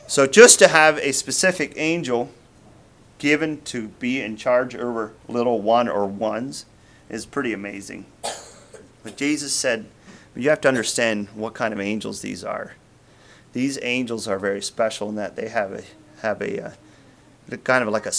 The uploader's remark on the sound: Message preached at Word of Hope on September 3, 2023